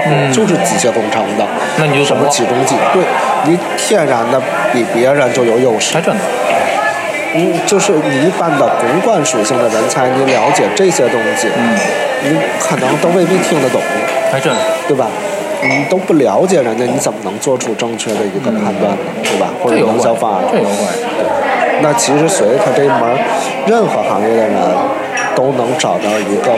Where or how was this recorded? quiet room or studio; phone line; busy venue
busy venue